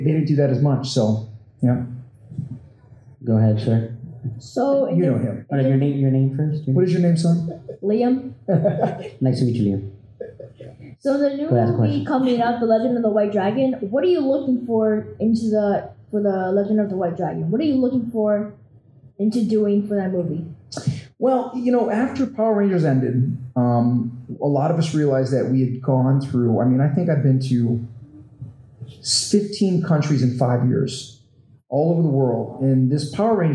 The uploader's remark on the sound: Recorded live at the Sunrise City Comic Con, FanCor hosted a Q&A.